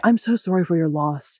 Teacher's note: If you say, I'm so sorry for your loss, if you say it with that downwards intonation, that makes you seem more sincere.